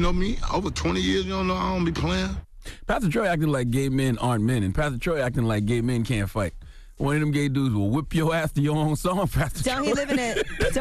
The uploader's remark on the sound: Today on the show we opened up the phone lines.